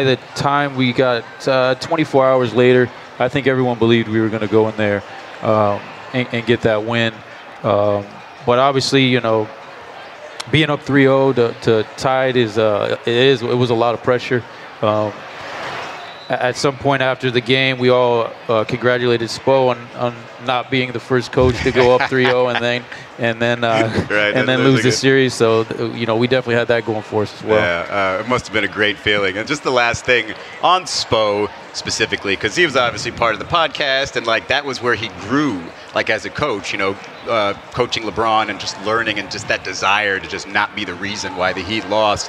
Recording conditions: busy venue